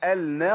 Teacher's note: يبقى بدخل اللام في النون